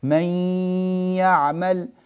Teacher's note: وأنا ألفظ بالياء طول زمن الياء آتي بغنة من الأنف